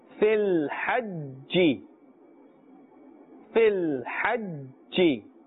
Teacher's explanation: jim is part of the qalqala letters, and plus it has a tashdeed, so little extra emphasis must be placed here